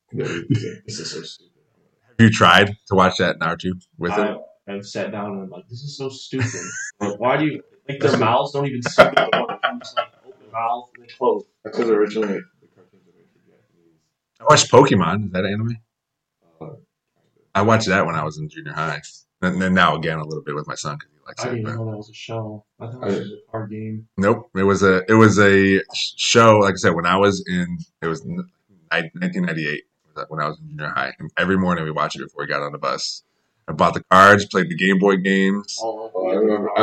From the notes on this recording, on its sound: The audio is not good for this episode.